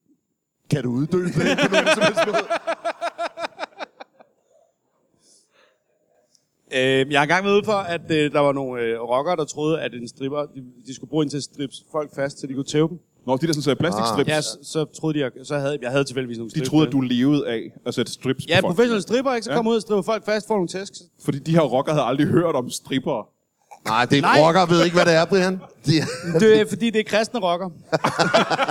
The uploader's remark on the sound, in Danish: LIVE fra Comedy Zoo København.